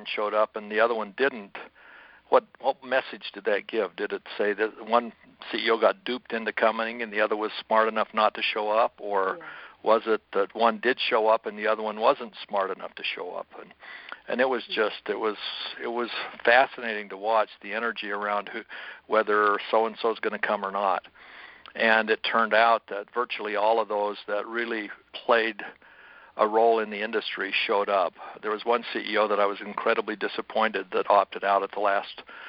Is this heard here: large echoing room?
no